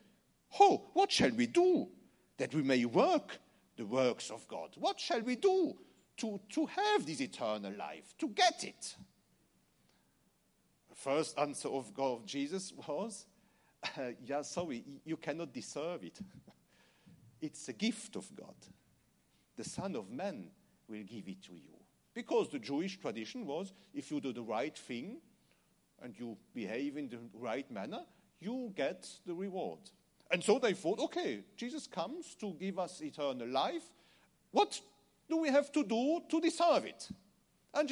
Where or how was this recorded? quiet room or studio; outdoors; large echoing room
large echoing room